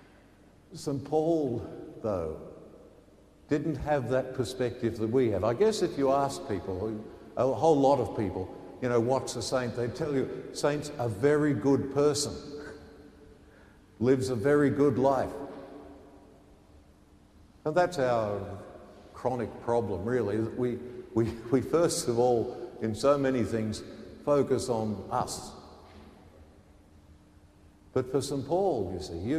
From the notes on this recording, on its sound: The homily from Sacred Heart Cathedral, Hamilton